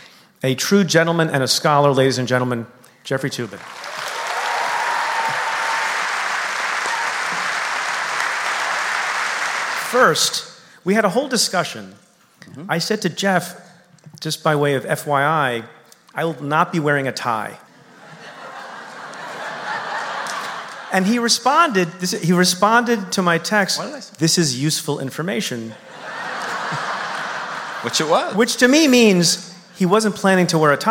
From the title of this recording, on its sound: Live from Town Hall